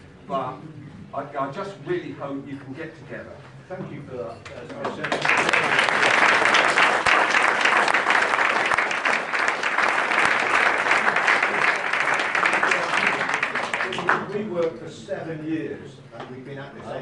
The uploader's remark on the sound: full AUDIO from the HUISC Fan Forum meeting